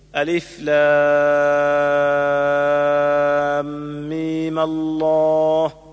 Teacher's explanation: ثانيا قصر الياء مع فتح الميم